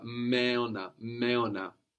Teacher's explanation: you don't really pronounce the two M's separately, but you do pronounce them both. So the M becomes longer.